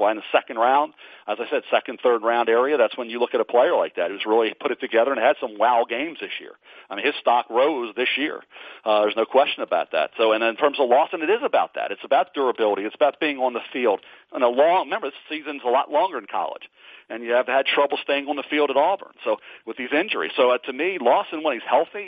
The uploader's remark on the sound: NFL Draft Conference Call.